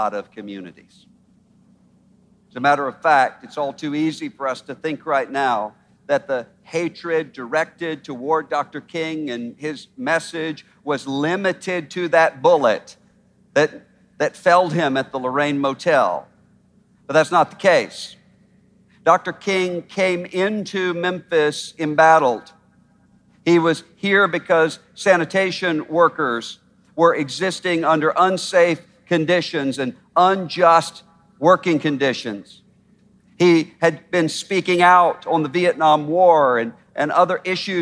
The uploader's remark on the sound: At our historic MLK50 Conference. Addressed the crowd in a passionate message.